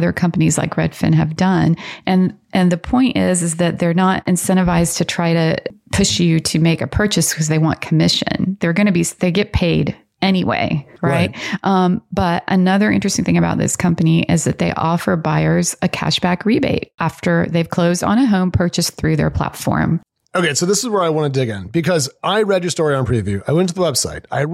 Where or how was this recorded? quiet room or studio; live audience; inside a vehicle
quiet room or studio